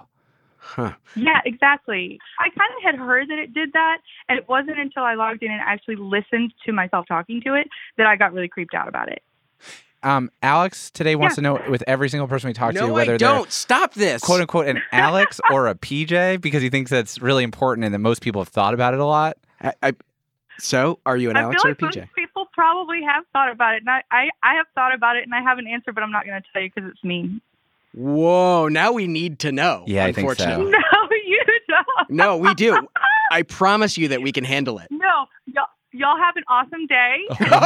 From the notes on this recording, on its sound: The Reply All Hotline. Open up the phone lines.